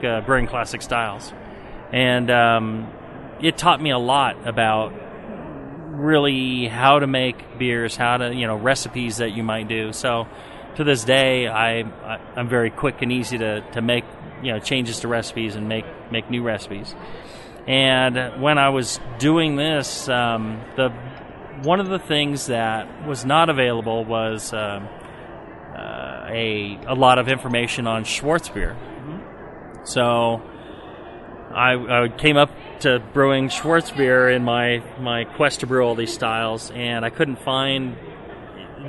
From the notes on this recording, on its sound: We caught up to one of the biggest names in homebrewing at the 2016 Great American Beer Festival in Denver.